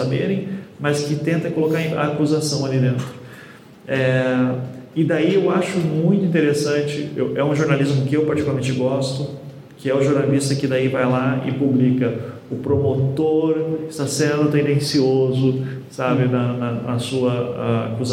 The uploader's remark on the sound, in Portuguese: Ao Vivo – UNIFOR. Foi gravado ao vivo na Universidade de Fortaleza. A convite da Escola de Direito.